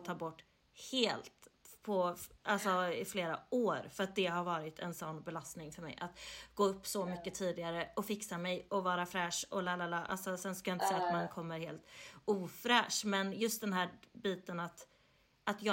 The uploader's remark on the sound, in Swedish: därav ljudet är lite lägre överlag och hennes inte är i bästa kvalité